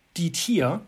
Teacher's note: a change in the sound in Texas German, namely the unrounding of front rounded vowels, die Tür to die Tier, combined with the unclear gender assignment, die or das Tier, can then lead to these overlaps in meaning in certain contexts.